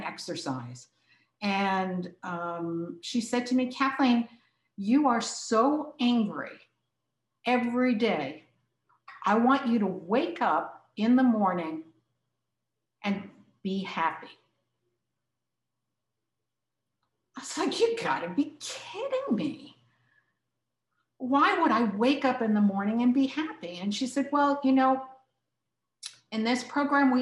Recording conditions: video call